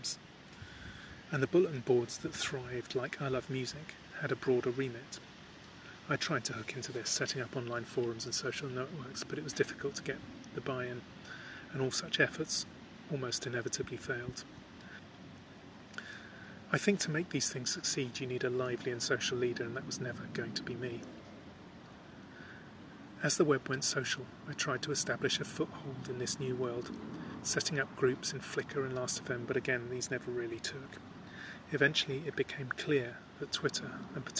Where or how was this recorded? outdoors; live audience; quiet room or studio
outdoors